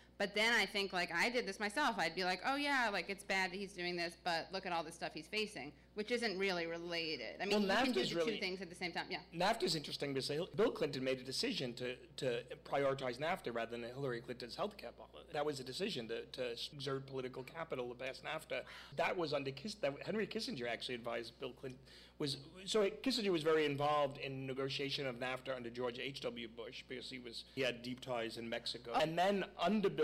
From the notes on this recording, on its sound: During this live show